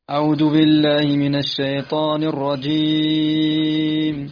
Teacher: أعوذ قرأتها بالدال وهذا خطأ شائع